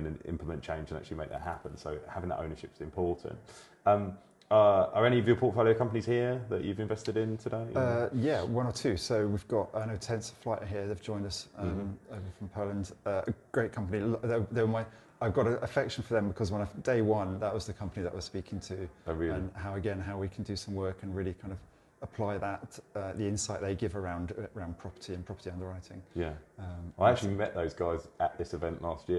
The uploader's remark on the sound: Live From ITI Europe. Another one recorded live from Insurtech Insights Europe.